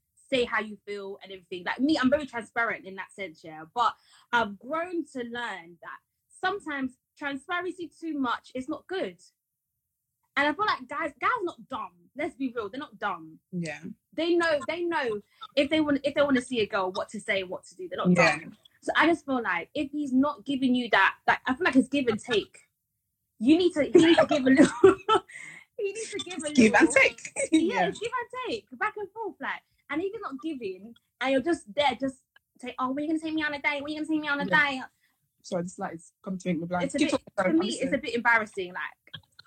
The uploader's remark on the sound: We recorded this on Instagram Live and had people in the chat to contribute to the conversation.